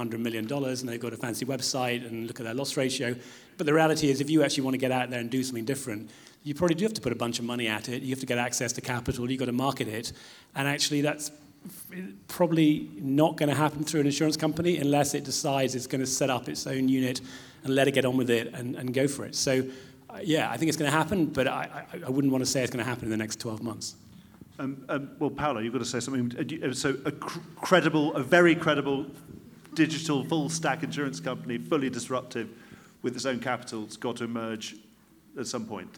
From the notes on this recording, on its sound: The InsTech London Partners on stage. Recorded live from the InsTech London evening session at The Steelyard.